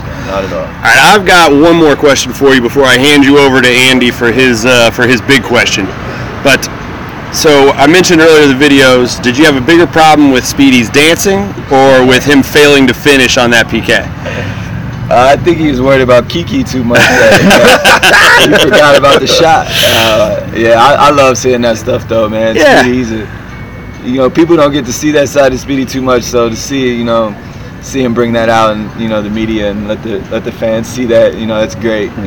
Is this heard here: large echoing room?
no